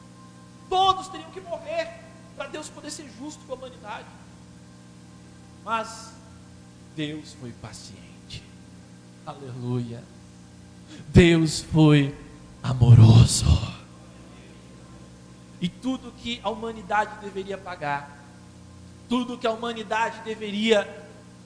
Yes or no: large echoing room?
yes